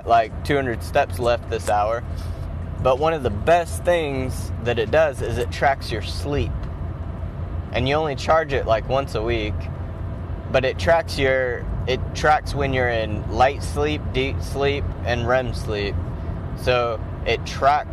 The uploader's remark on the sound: Driving to work